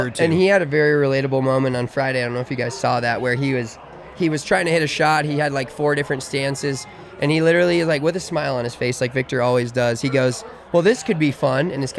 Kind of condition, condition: setting, busy venue